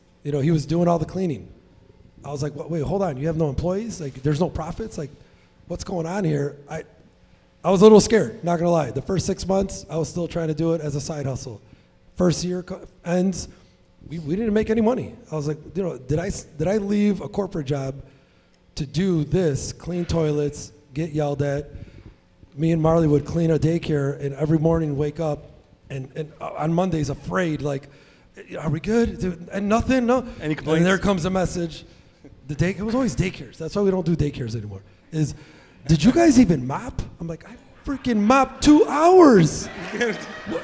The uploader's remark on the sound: Recorded live at Rozalado HQ in Chicago. Speak to an audience of Cleaning Business Entrepreneurs.